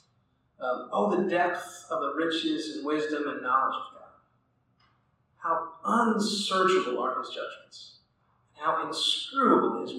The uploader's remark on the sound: Audio quality is not great on this one.